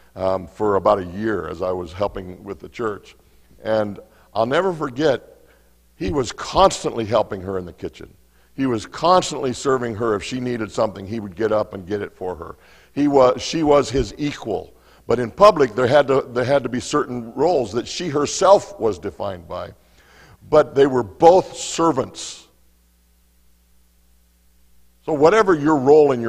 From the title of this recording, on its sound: Mt. Zion Church Live!